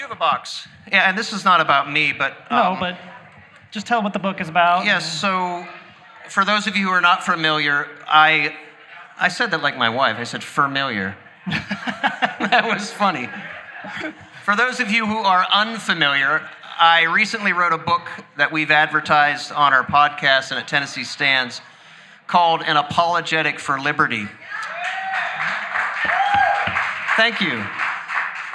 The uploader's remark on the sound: LIVE EVENT. This week’s episode was recorded live at the Election Night event we held last week.